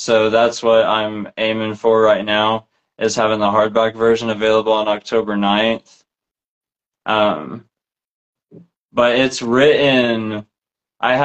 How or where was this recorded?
video call